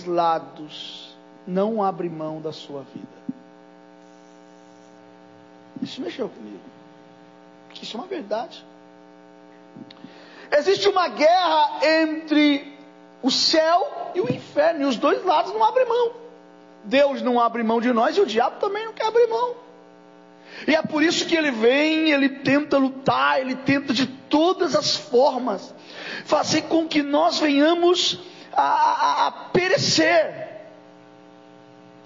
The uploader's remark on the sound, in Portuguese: Culto gravado em 02/08/2022 durante culto das causas impossíveis